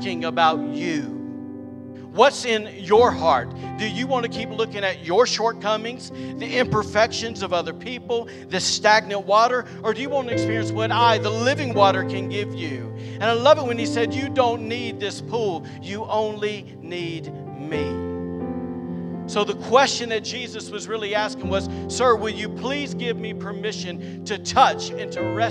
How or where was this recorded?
large echoing room